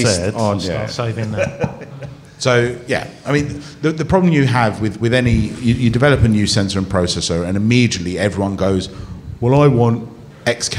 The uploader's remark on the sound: We're BACK ON THE ROAD at Fujifilm's House of Photography in London's Covent Garden with a live studio audience.